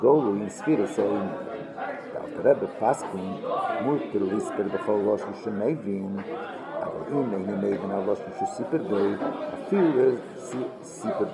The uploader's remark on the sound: Live Shiur